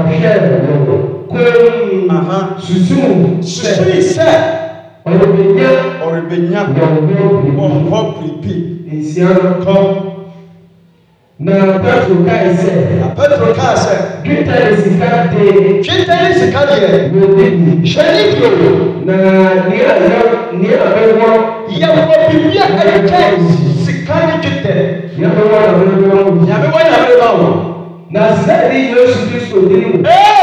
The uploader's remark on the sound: preached at the Revival Hour Service on 4th November,2020